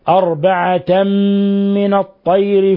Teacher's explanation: ولاحظوا إطباق الشفتين، ولاحظوا الغنة من الخشوم · Term: إضغام بغنة